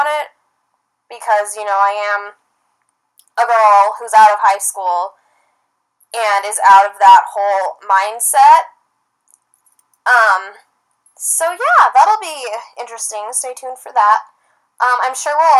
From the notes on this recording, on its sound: Apologies for the low quality sound, this one was a PAIN to save and get up. From corrupted SD cards to sketchy transferring methods.